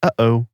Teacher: right at the very back of your throat, you have the glottal stop, the sudden swallowed pause you'd find in phrases like, uh-oh.